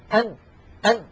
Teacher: وما قلناه عن الميم ينطبق على النون، فالنون تتألف من جزء لساني سوف نتكلم عنه عند كلامنا على الحروف اللسانية، ويصاحب هذا الصوت من الخيشوم وهو الغنة. أن فلو سددنا الأنف أن نلاحظ بأن الصوت قد اختل